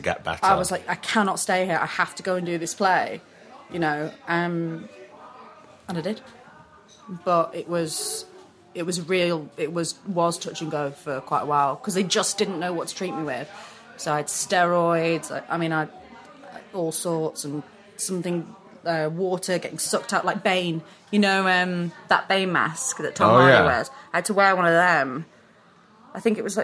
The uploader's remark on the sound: On a Beautiful spring day down in the basement of Maison Bertaux. Sorry if there's any background noise putting you off. One day we'll be able to afford our own acoustically perfect podcasting studio...